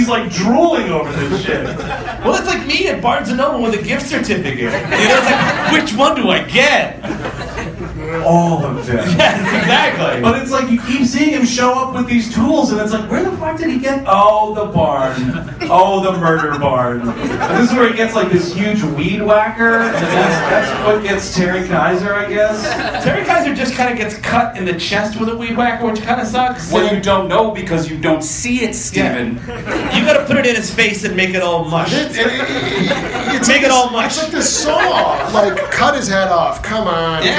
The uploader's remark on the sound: Live from Atlanta! Recorded at the Punchline in April of 2017.